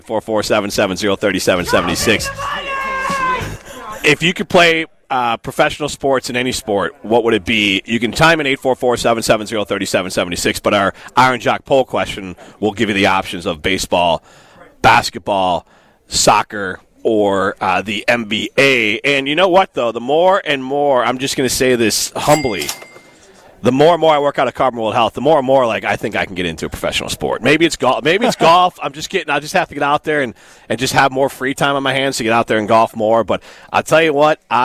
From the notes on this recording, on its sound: live at Hometown Pharmacy in Waunakee